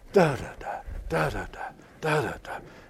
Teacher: It keeps on falling, has that elegiac sound. · Term: dactyl